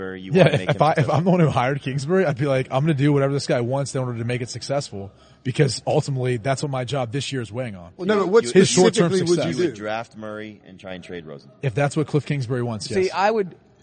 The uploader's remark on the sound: live from the floor at the 2019 NFL Combine